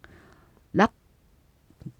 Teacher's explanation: 上顎の後ろの方に舌がいるような感じですね · Term: K のシーン